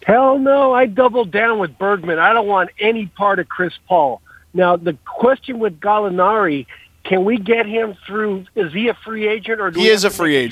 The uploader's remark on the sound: opens up the phone lines and boy does LA have a lot to say